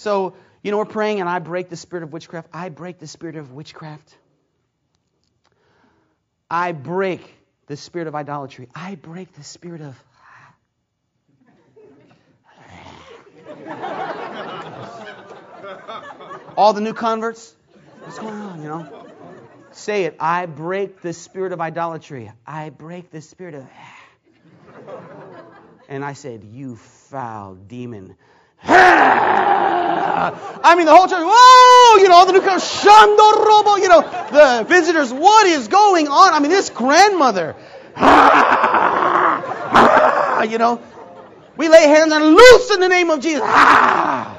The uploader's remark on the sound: Preached at McMinnville Conference 2009